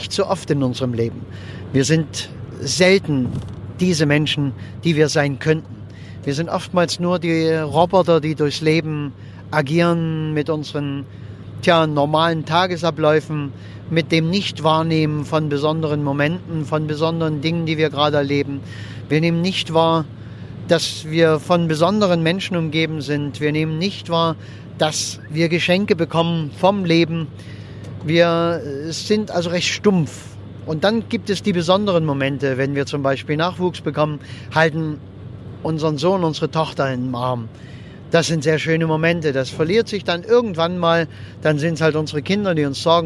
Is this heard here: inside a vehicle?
yes